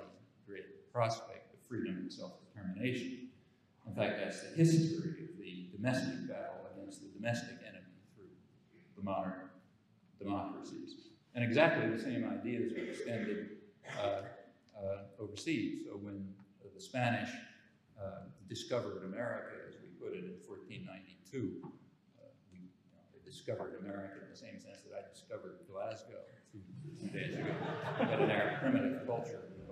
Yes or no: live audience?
yes